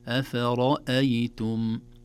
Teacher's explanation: أفرأيتم كلها مرققة، اللهم إلا الراء مفخمة